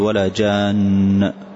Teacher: والأتقن أن يظهر شيء من حرفة النون فتقول ولا جان، وهذه ليست قلقلة وإنما لإظهار الحرف